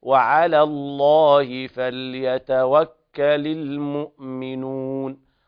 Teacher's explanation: اللام ترقق ثم تغلظ اللام في لفظ الجلالة